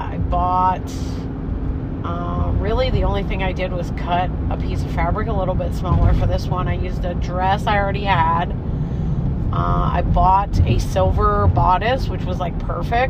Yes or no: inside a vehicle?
yes